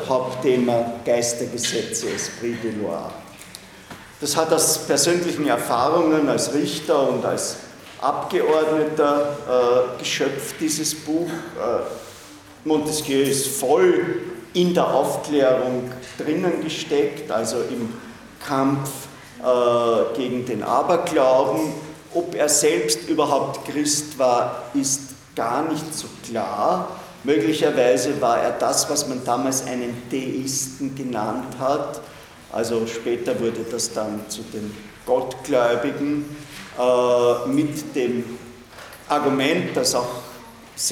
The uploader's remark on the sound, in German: Diese Vorlesung wurde von Studierenden aufgenommen